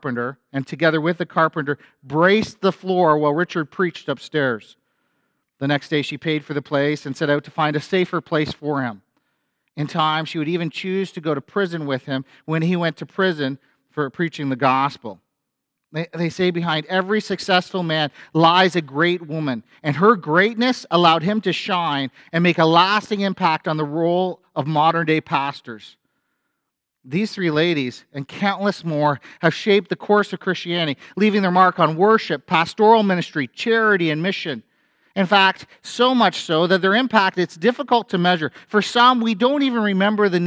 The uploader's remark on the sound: A sermon from FBC Church in Cobourg,